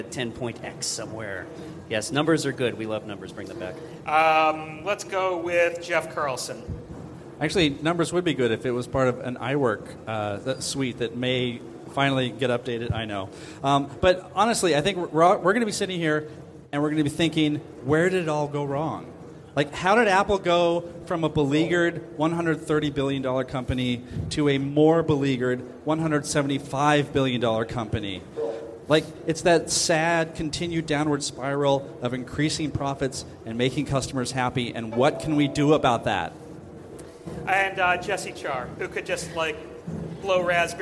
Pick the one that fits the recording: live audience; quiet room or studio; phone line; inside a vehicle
live audience